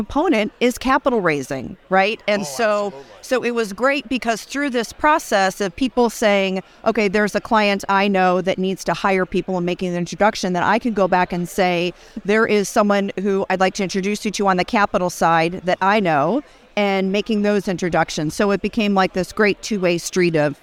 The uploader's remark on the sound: at The Benzinga Cannabis Capital Conference